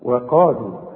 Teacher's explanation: رقق الواو قوي وفخم القاف قوي وبعدين رقق اللام قوي